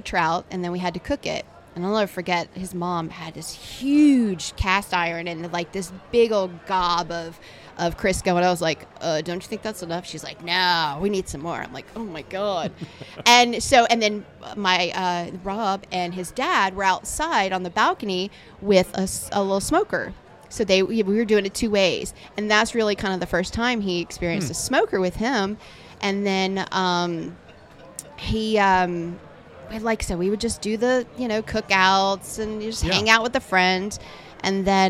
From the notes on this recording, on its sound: Live From The Jack Daniels BBQ Championship. At the Jack Daniel's World Championship BBQ Invitational.